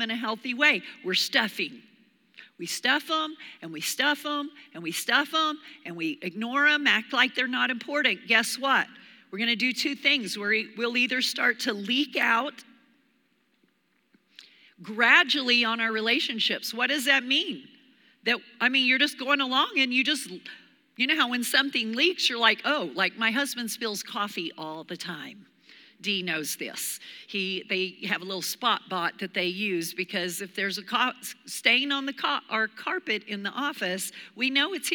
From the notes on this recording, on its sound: Recorded live during our Wednesday night service